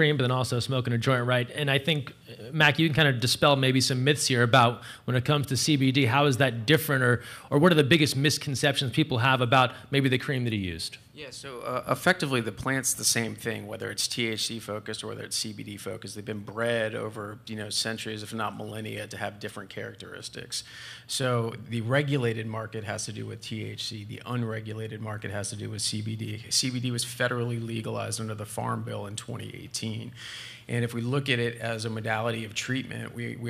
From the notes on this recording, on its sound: at The Outside Game 2019 in New York City September 5, 2019.